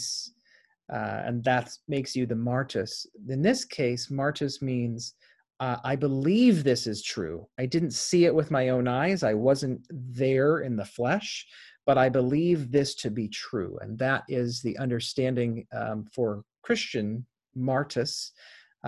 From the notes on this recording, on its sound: Interfaith Zoom Class. Zoom lecture.